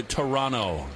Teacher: you don't say the second T.